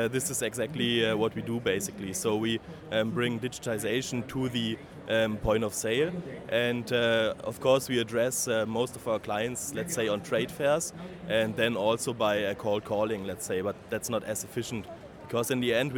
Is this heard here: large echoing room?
no